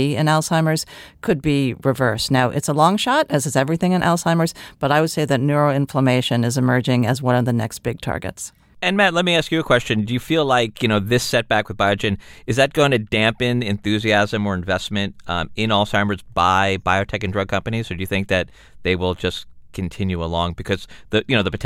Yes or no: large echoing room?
no